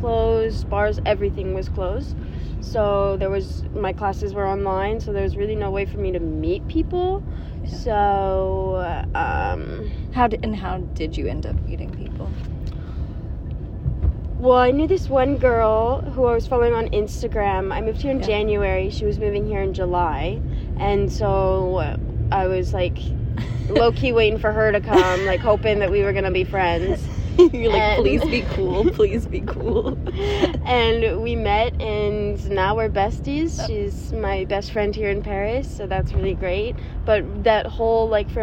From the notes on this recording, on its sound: jumps on the podcast live from the back of a taxi in Paris